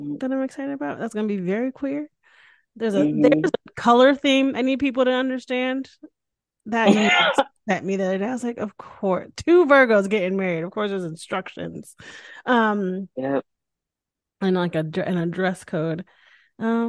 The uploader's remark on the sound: This podcast was recorded via Zoom.